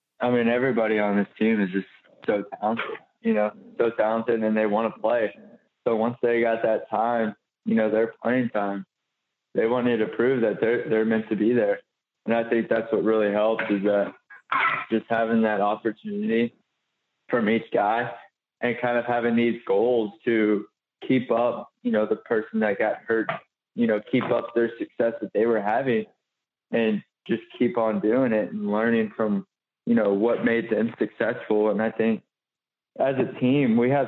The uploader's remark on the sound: joins on the Modern Woodmen phone line